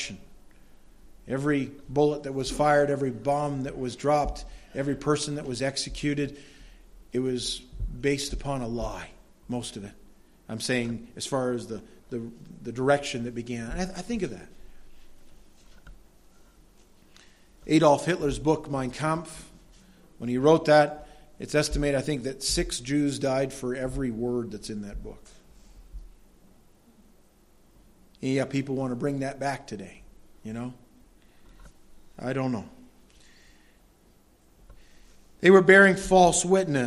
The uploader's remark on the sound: Delivered at Madawaska Gospel Church on the morning of June 12, 2016.